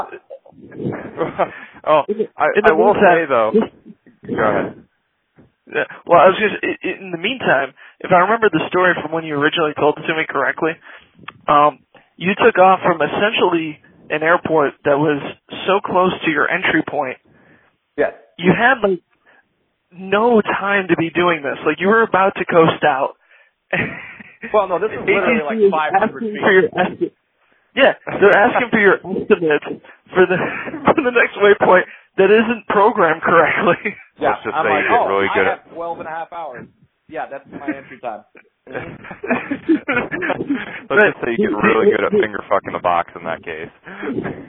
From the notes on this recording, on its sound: our first live caller